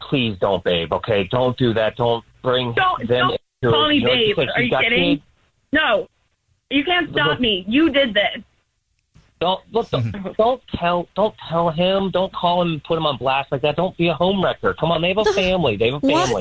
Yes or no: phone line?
yes